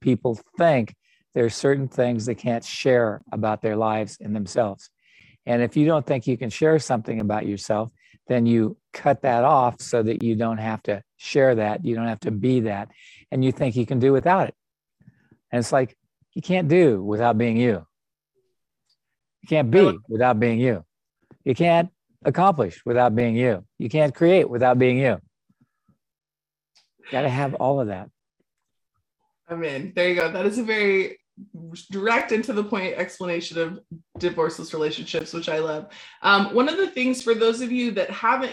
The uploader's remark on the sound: The recordings of a recent zoom. As part of the Divorceless Relationships book club.